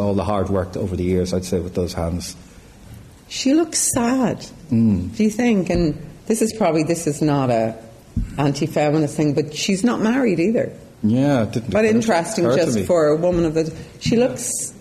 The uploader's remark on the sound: This episode was recorded with a live audience at the Gallery.